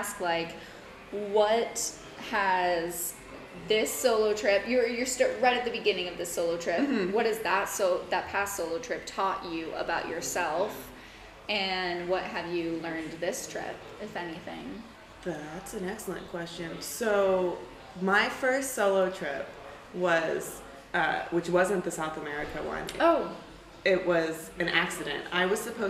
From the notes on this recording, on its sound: This episode was recorded in a noisy hostel common area, sorry for the background noise!